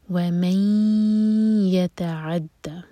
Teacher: ادغام غنہ کے ساتھ ناک میں آواز لے جائیں گے اور دو سیکنڈس ہولڈ کریں گے وَمَن يَتَعَدَّ اس کو جلدی سے نہیں پڑھنا دو سیکنڈس کا